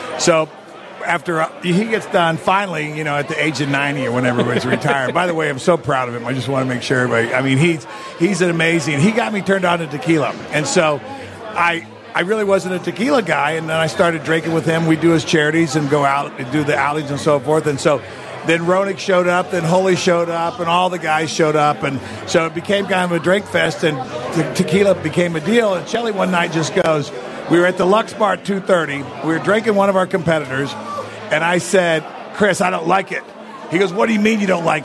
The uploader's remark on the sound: Live from The Barn Hockey Bar. Live from The Barn Hockey Bar.